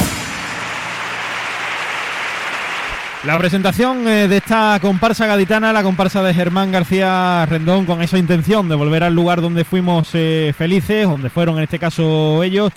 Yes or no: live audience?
yes